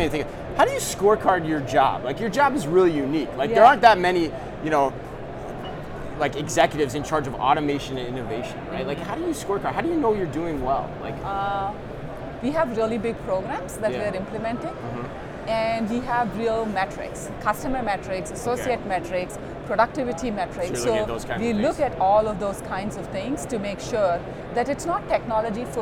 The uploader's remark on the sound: Live From NRF 2024